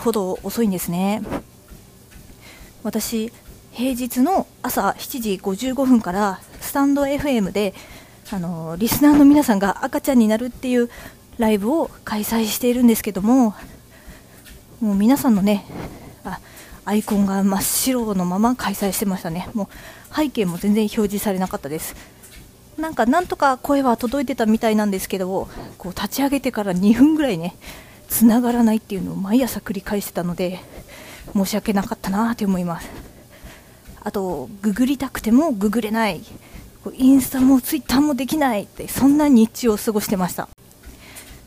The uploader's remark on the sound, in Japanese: ランニング中のため雑音アリ